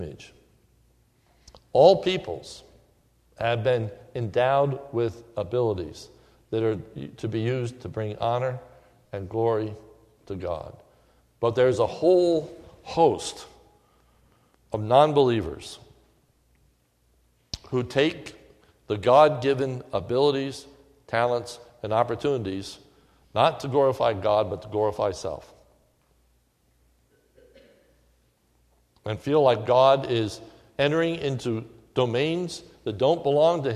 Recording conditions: large echoing room